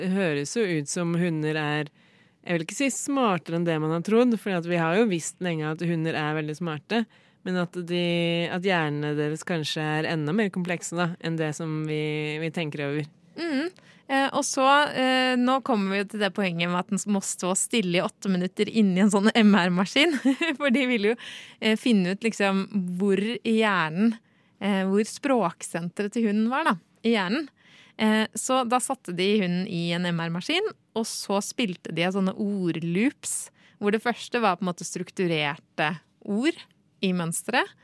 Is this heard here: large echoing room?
no